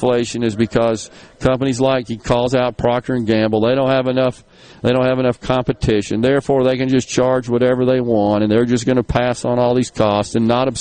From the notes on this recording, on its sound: stop by the Oxford Conference Center for the Ole Miss Banking and Finance Symposium